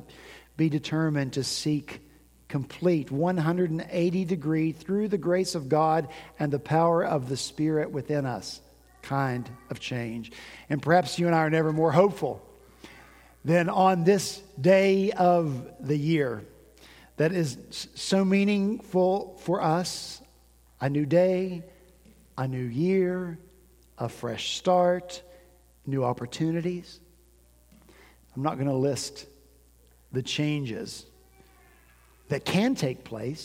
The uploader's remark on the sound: At Redeemer Presbyterian Church in Charleston, SC, our senior pastor preached about radical change on New Year's Day.